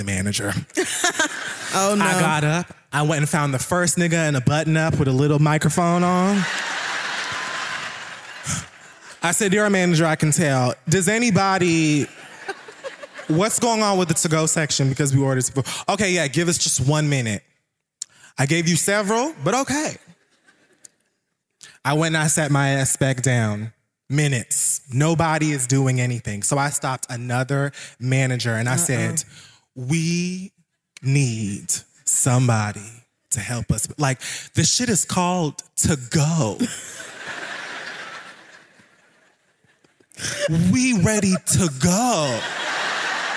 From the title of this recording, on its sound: The Read Live! Washington D.C.